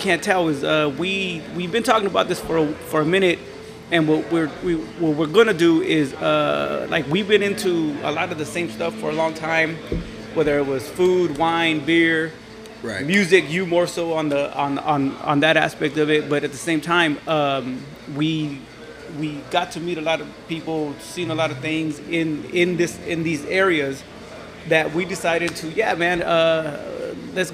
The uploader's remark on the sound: sit down on location at spokeasy public house